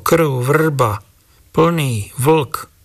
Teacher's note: prítomnosť slabičných spoluhlások rl